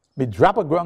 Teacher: In Jamaica, as in Guyana, sequences of ow followed by a nasal pronounced with uh, the same vowel as in gun